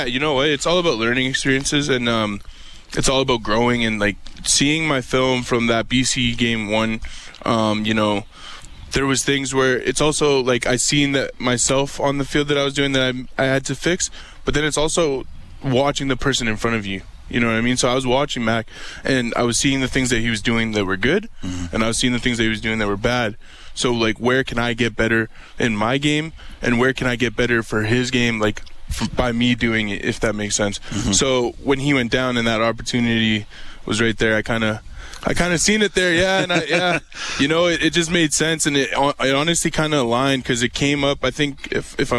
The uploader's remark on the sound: LIVE from Commonwealth Stadium